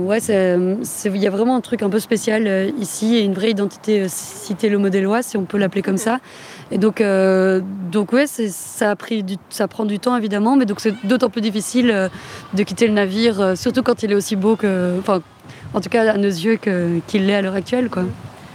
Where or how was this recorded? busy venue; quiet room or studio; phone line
busy venue